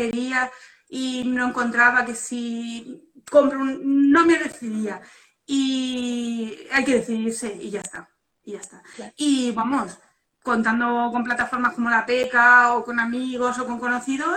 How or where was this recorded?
video call